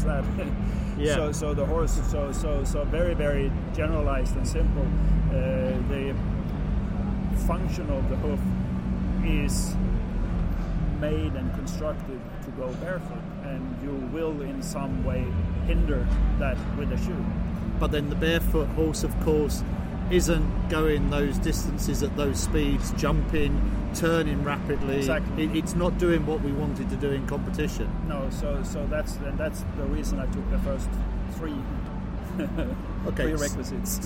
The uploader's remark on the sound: Apologies for the background noise - this interview was conducted LIVE at the London International Horse Show, Olympia can be very loud!